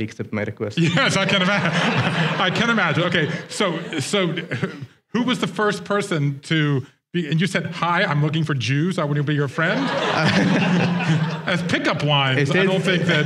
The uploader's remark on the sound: Joined IVY for a live conversation in NYC.